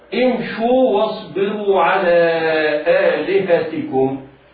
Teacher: الشين في كلمة امشوا مضمومة ومع ذلك بدأنا بهمزة وصل مكسورة